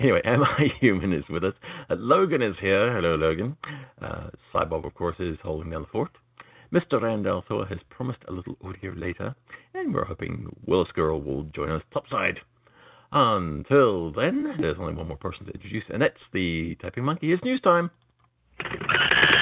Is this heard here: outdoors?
no